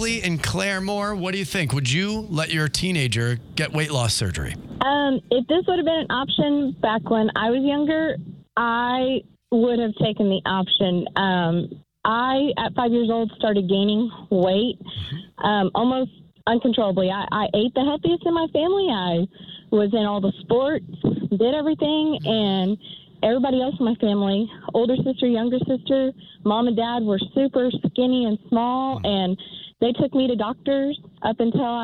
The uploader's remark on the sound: Opened the phone lines.